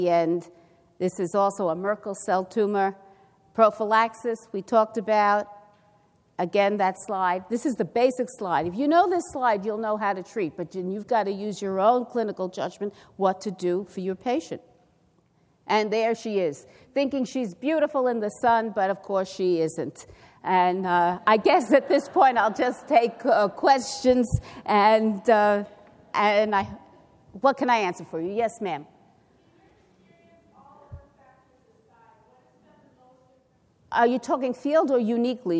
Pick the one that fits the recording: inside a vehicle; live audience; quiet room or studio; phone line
live audience